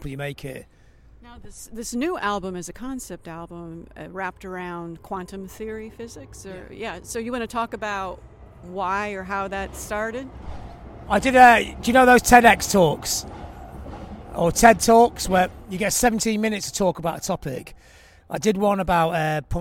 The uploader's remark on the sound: while walking around London